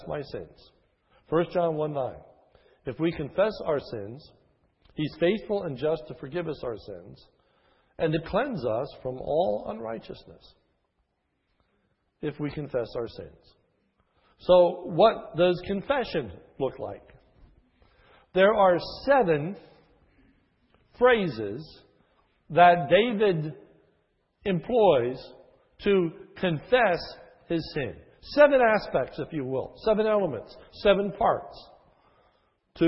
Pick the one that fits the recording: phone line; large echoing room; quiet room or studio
large echoing room